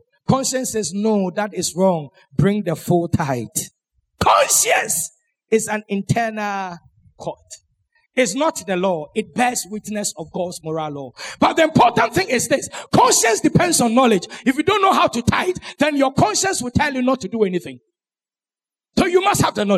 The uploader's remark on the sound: Sermon preached at CBC Adabraka Campus